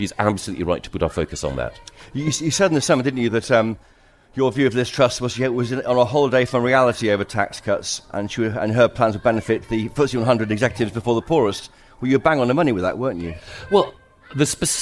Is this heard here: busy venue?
yes